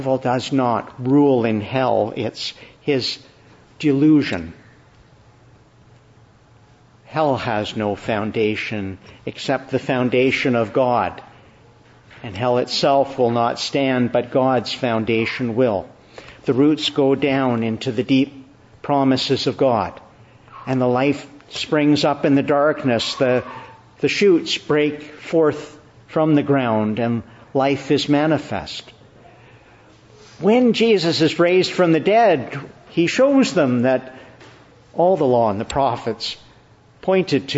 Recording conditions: large echoing room